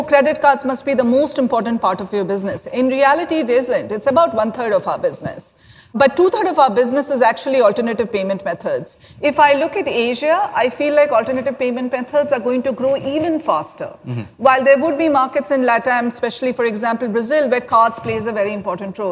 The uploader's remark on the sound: This special episode was recorded at LendIt Fintech LatAm in Miami.